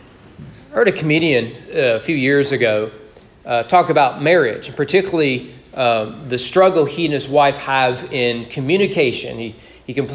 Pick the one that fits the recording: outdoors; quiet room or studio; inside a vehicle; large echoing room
large echoing room